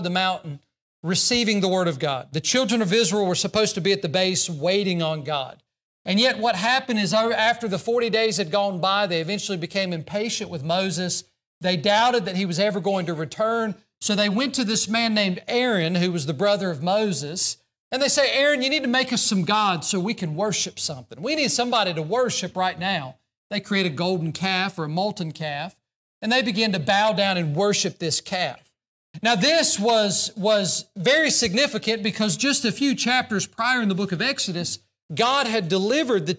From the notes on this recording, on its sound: during the Sunday evening service on February 24, 2024, at Southside Baptist Church in Mount Airy, NC.